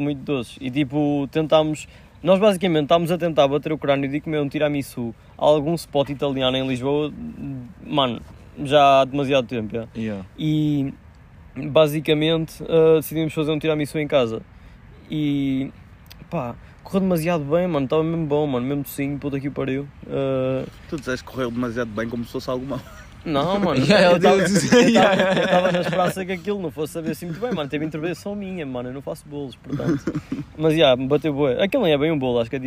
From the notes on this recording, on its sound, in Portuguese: Esta semana temos um episódio especial que foi gravado num jardim